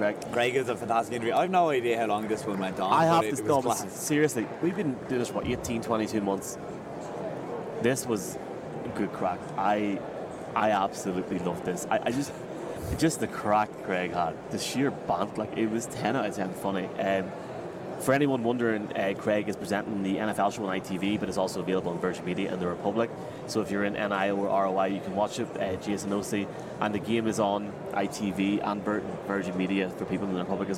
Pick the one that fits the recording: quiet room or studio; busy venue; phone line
busy venue